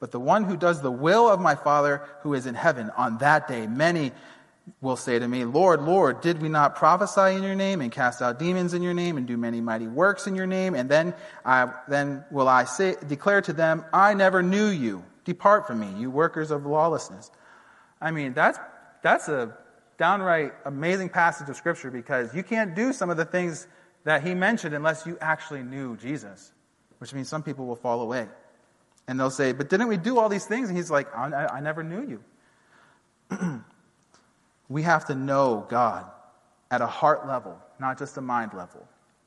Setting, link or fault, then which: setting, large echoing room